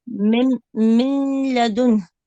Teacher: من الميم مباشرة إلى اللام المشددة